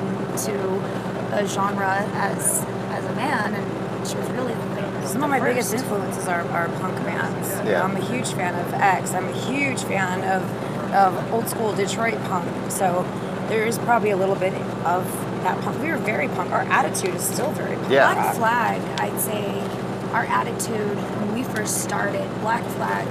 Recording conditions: background noise